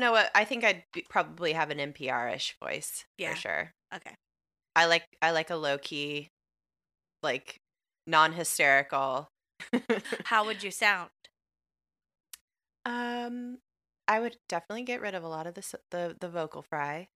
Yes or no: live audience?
no